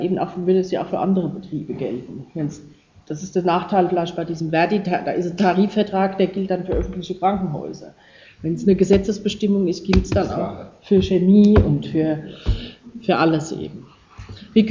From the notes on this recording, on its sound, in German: Geschnittener Mitschnitt eines Vortrags. Über Burnout in Darmstadt.